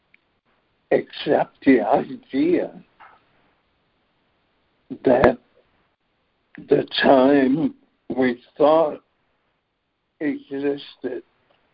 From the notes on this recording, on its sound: ACIM Daily Conference Call